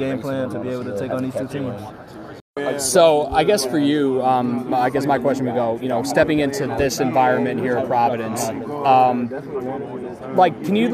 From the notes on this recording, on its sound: featuring sound bites from 10 of the 11 Big East programs emanating from none other than "The World's Most Famous Arena", Madison Square Garden!